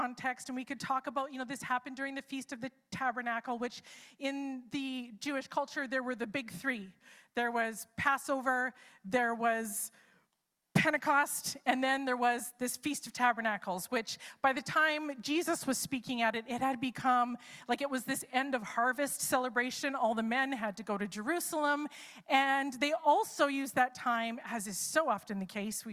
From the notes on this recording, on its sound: It's a LIVE service!